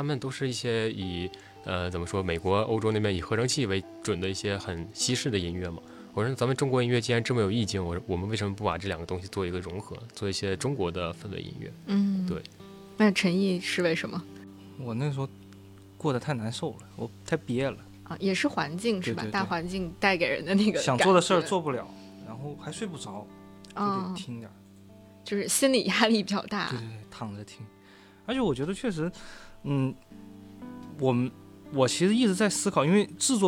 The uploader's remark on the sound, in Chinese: 夏日海边对话。现在，我们把这些快乐的海边对话带到了午夜飞行「夏日特辑」。